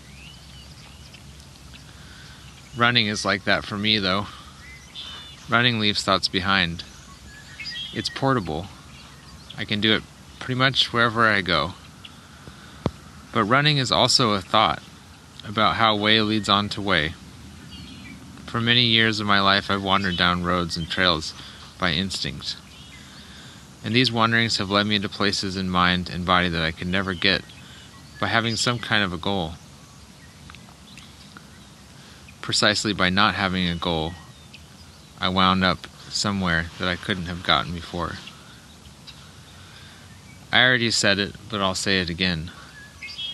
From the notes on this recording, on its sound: Recorded by a small pond on the edge of a field outside Forest Grove, Oregon.